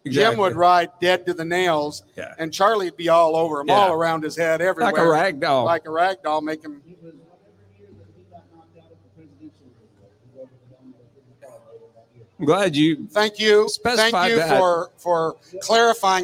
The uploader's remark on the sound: RümpChät Live at the 2023 NFR!